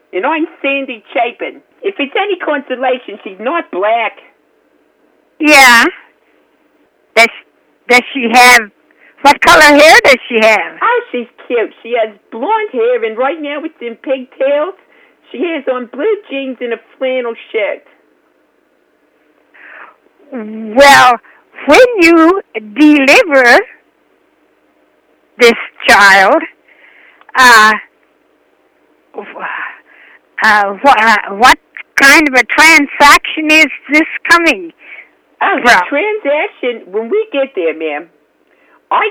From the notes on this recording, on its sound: Prank Phone Calls